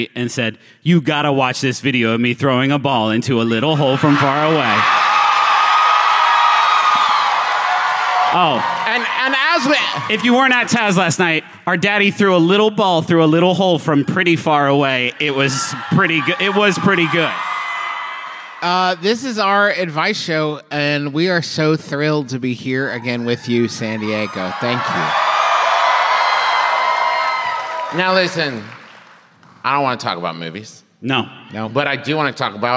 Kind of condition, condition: setting, live audience